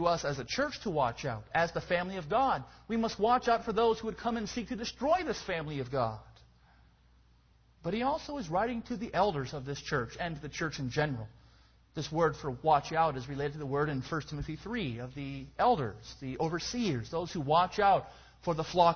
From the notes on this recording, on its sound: Preached at Escondido URC.